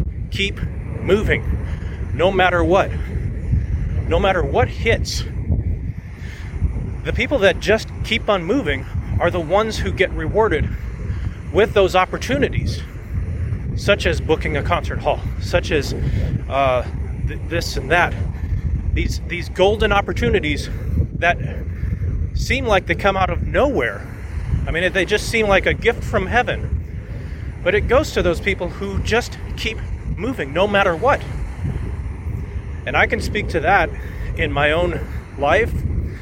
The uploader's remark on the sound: I recorded it while walking along the beach near where I live on the oceanfront of Virginia Beach, VA. I thought since it wasn't that windy, maybe it would be okay. I think it was until I turned around, and the wind was coming right at me. It may be a bit difficult to listen.